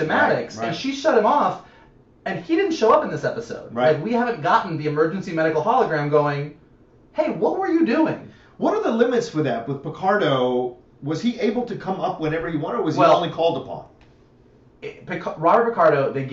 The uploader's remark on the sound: AUDIO UPDATE: HAD TO USE THE CAMERA AUDIO INSTEAD OF OUR MICS AUDIO, THE H6 AUDIO WAS DAMAGED.